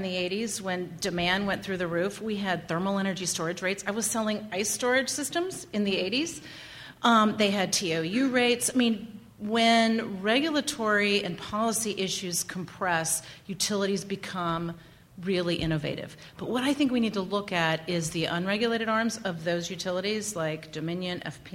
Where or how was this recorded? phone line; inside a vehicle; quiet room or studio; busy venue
busy venue